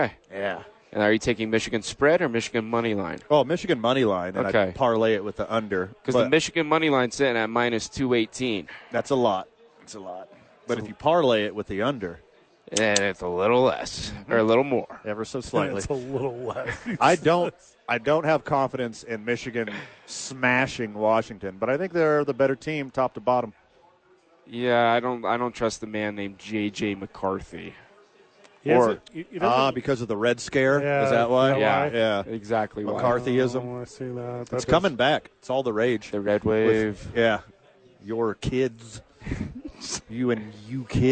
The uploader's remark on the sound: live at Howies watching the National Championship